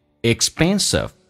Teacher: 记住 k 不发音，但气流阻塞一下